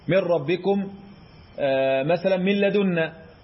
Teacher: عندي غنة النون والتنوين في اللام والراء، وهذه جديدة طبعا. عندنا إدغام كامل بغير غنة